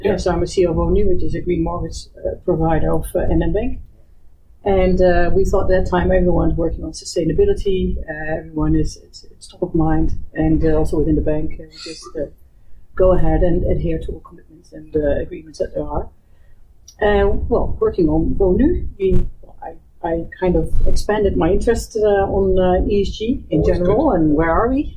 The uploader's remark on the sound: Due to some technical issues, the quality of the sound is not as good as you are used to from us.